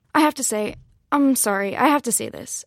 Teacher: It's rising intonation, sounds like a question when it's a statement.